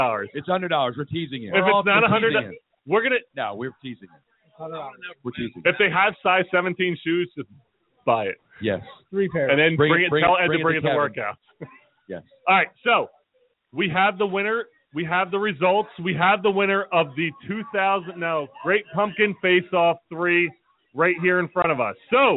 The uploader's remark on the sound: Live from the Mexican Food Factory in Marlton, NJ